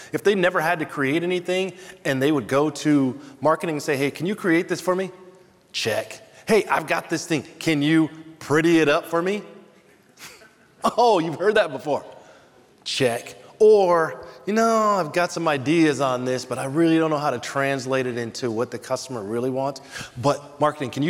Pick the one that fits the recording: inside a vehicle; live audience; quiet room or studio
live audience